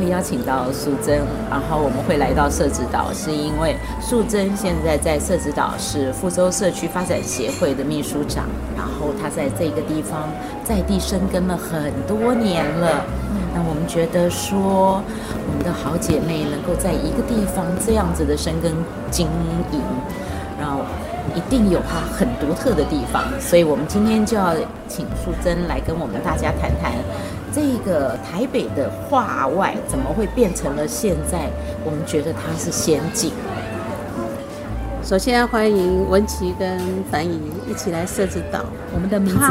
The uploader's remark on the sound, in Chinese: 節目真正首次全程外景錄製，完全融進在地各種聲音。特別結伴來到社子島。